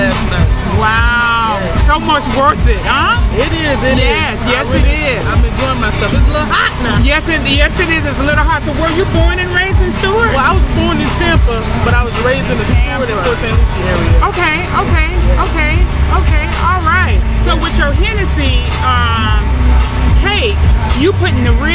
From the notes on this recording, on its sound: Coming at you from the annual Swamp Homecoming Festival 2022